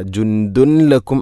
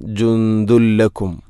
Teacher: ഇദ്ഗാം ബിലാഗുന്ന, തൻവീനിനെ ലാമിലേക്ക് കൂട്ടിലയിപ്പിക്കണം. അപ്പോൾ ആ നൂനിൻ്റെ ശബ്ദം കേൾക്കൂല. · Shown in: second take · ജുന്ദുൻ എന്ന ശബ്ദമില്ല.